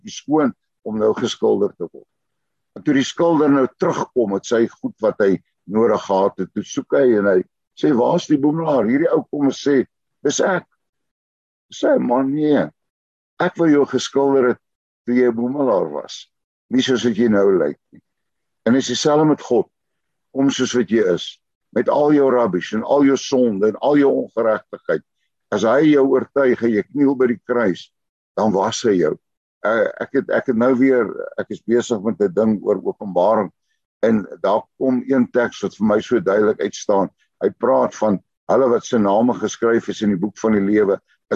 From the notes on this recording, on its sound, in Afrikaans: Zoom Byeenkoms 27 Januarie 2022.